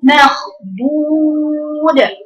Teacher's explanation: ارفعي صوت الضاد يا بنتي عشان يجي لك قويه، يجي لك جهر فيها